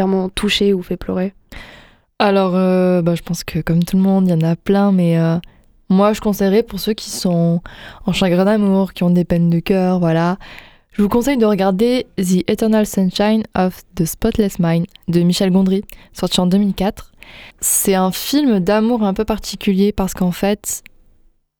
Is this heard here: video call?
no